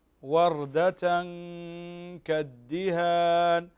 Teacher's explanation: طيب يا شيخ، هنا عندنا وردة كالدهان، تنوين وبعده الكاف، الكاف من حروف الإخفاء الحقيقي، فتخفى النون هنا، تخفى النون الساكنة هنا في الكاف ومع الغنة